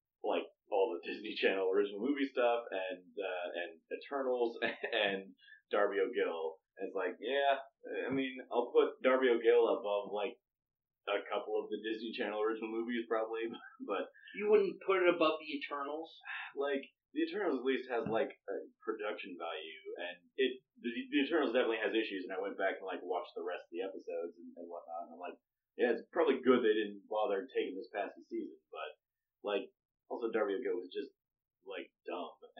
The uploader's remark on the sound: While we were all together in Boston for PAX East, we decided to record a special episode. Apologies for the variance in audio quality. The group episode called for a different microphone set up than we're used to.